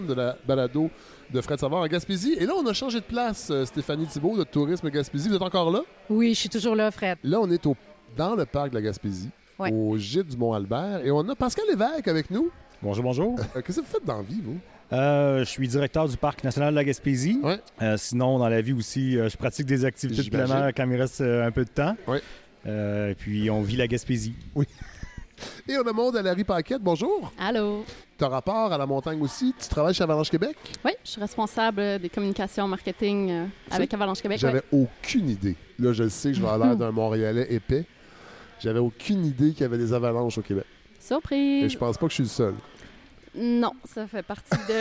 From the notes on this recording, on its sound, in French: le Mont Albert où nous avons enregistré l'épisode